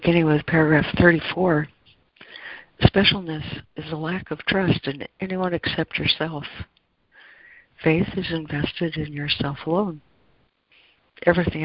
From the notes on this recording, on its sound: ACIM Daily Conference Call